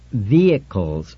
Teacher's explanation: No H. Accent on the first syllable.